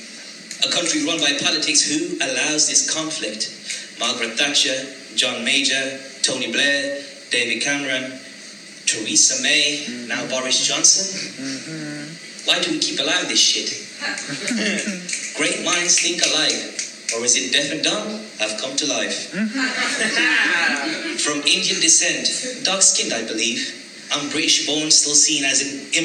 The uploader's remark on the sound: performed live at Poetry Jam at Wylands Yard in Birmingham